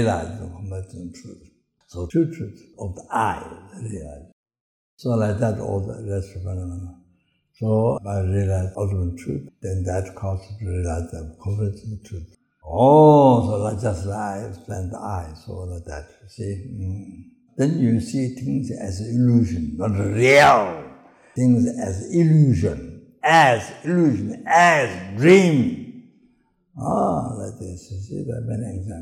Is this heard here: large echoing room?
yes